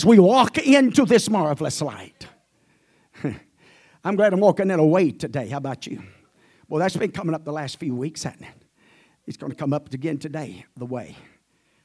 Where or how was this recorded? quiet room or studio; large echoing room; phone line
large echoing room